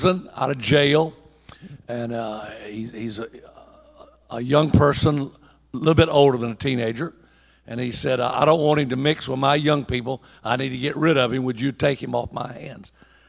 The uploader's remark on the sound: At the Church Growth & Planters Conference 2021. This is a local OHNAM Conference designed for church planters in the Ohio region.